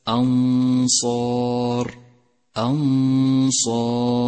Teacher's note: فخمت الألف في كلمة أنصار أنصار لأنها مسبوقة بحرف مفخم وهو الصاد